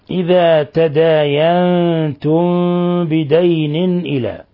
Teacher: ميم ساكنة جاء بعد حرف الباء، الحكم التجويدي إخفاء شفوي